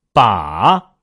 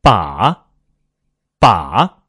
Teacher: 先降下来，然后转弯儿往上挑降的时候气息要稳，声音要稳，阳的时候呢，气势要强。再跟我读一遍。降转上挑，稳降强阳。对了，还是读一个字，刚刚那个音是八拔，这次我们读把。你会发现，读这个字的时候，前半部分很像是气声，把是去生的最后一点点，爸，爸，爸，是去生的最后一点点。然后呢，往上扬，拔，拔，像二声一样。所以如果把赏声分解来读的话，就是拔，拔啊，拔啊。然后连起来就是拔把，这就是赏声。那么最后要讲的就是气声了。气声它特殊在哪儿呢？它是所有的音调当中，它的跨度是最大的。你看阳平是从三到五就两个跨度，赏声刚刚 · Term: 三声